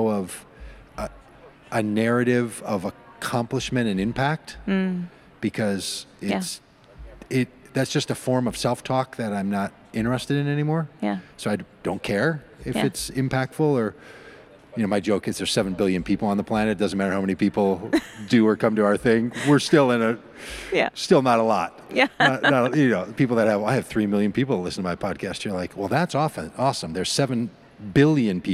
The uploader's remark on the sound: at the Wild Goose Festival in North Carolina in July of 2023